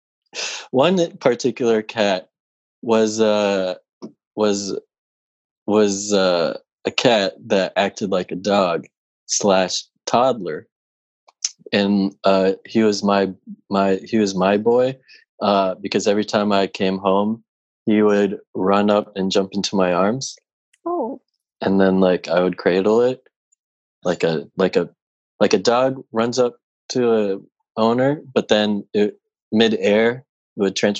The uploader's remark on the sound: Play listener-created games with callers via Zoom!